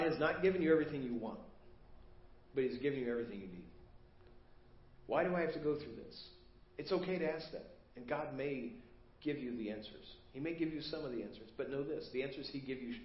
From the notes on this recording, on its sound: Preached at First Baptist Church of Hazel Park